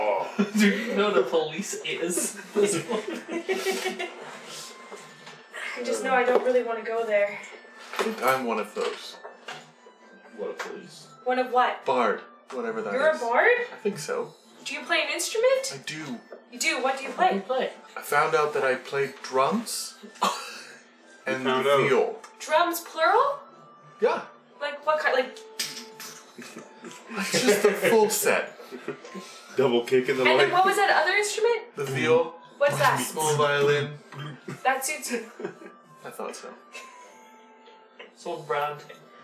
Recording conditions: background noise